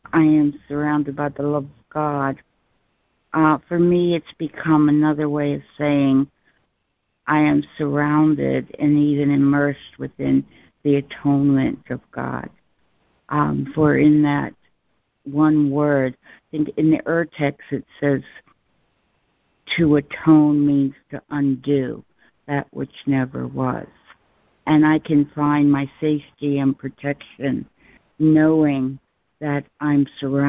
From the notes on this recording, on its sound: ACIM Daily Conference Call.